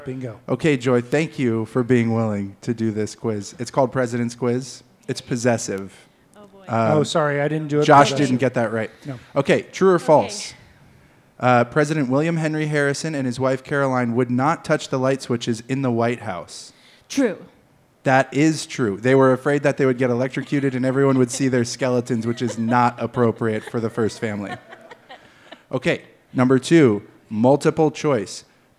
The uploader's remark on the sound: Live again from Humble Burger